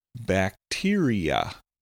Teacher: bacteria has four syllables, a short A, a long E, another long E, and then finally another short A